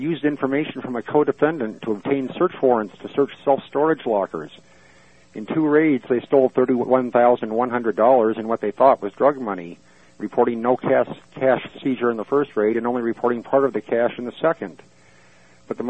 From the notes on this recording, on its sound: Drug Policy Alliance teleconference